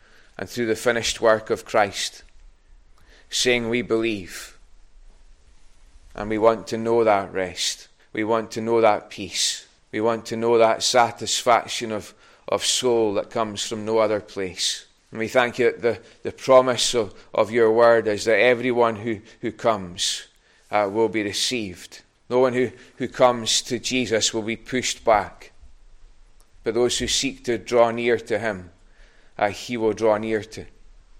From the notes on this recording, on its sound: recorded at North Harris Free Church on Sunday morning 23rd January 2022.